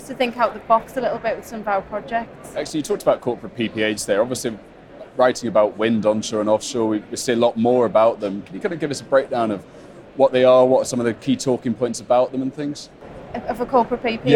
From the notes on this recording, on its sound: The Energy Voice team are at the All-Energy conference this week, the UK’s largest renewable and low-carbon energy exhibition and conference. Dropped by the Energy Voice stand to take part in a live podcast on day one of the All-Energy conference in Glasgow.